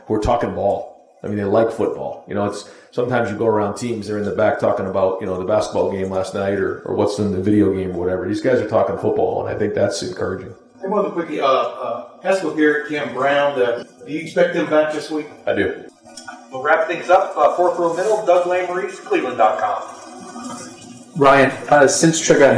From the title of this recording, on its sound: press conference